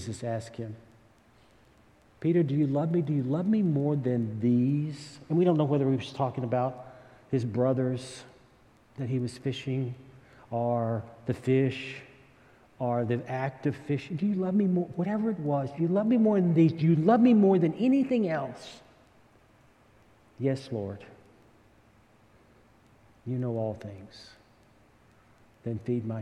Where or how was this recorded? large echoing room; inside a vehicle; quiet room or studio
large echoing room